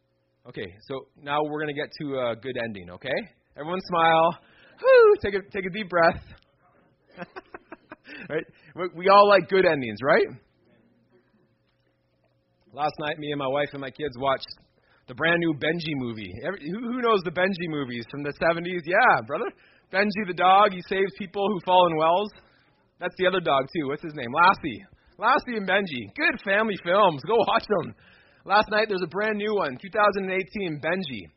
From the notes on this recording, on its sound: This message was preached in March 2018 at Freedom Life Church in Kitchener Ontario